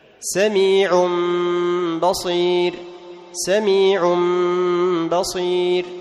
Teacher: تنوين، سميع، سميع بصير، لكن لما التقت هذه التنوين التي عبارة عن نون بحرف الباء فإنها تقلب تلقائيا إلى إيش؟ إلى ميم، ثم نخفي هذه الميم عند الباء · Term: القلب